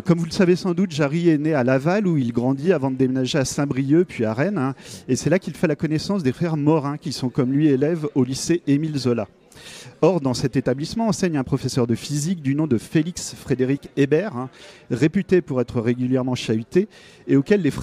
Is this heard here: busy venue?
yes